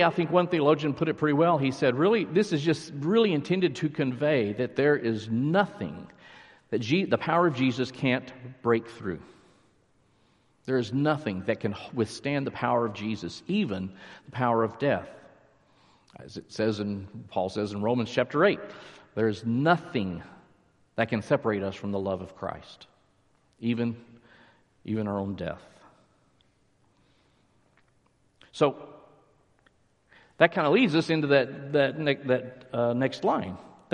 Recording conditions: large echoing room